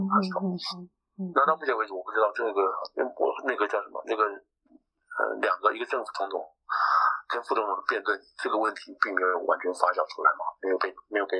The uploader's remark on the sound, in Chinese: 對不起，音質應該下次就會改善了